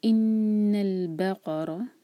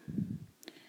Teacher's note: را ہیوی، را پر فتح ہے